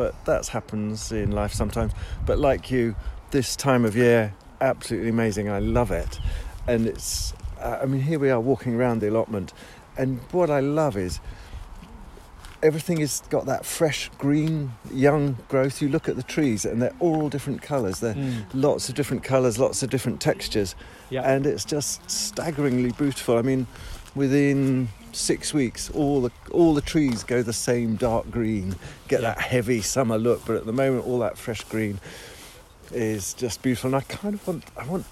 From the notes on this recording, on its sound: As we walk around we answer the question, what are our favourite allotment sounds? This includes birdsong, thunder and drumming!